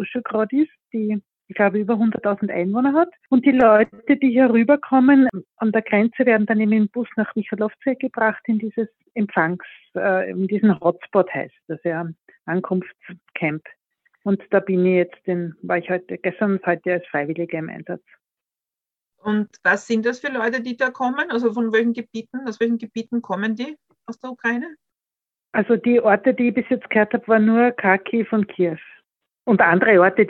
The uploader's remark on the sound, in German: Eine Freiwillige aus Wien, berichtet aus Michalovce, einem Lager in der Slowakei nur 30 km von der Grenze zur Ukraine entfernt. Das Telefoninterview.